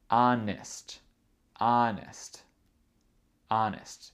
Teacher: Le premier syllabe est plus fort que les autres syllabes.